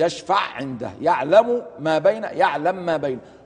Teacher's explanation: القاعدة عند السوسي عن أبي عمرو أنه يدغم المثلين الكبير، يقول يشفع عنده يعلم ما بين، يعلم ما بين، فكل حرفان كل حرفين تماثلا وكان متحركان، فإن السوسي يدغم، يسكن الأول ويدغمه في الثاني، فكل ما يعرف بالإدغام الكبير فإن الإمام السوسي يدغم هذين الحرفين في بعض.